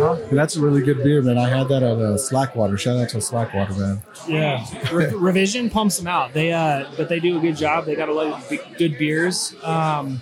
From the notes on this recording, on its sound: In this episode we recorded live in the tap room of Park City Brewing Company for the release of; Salt City Haze.